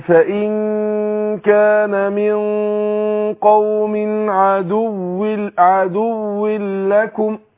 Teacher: هتضغم نون التنوين بتاعة الواو في اللام، اضغم ايه بغير غنة، وده علامة انهم شدد لك اللام بتاعت لكم، حاطط عليها شدة علامة على ان الايه النون التنوين اللي هي بتاعت الواو اضغمت في اللام.